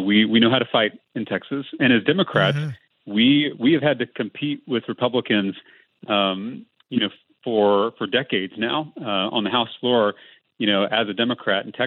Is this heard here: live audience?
no